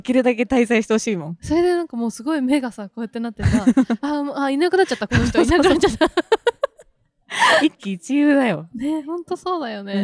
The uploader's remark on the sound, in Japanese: 外で収録したため雑音sorry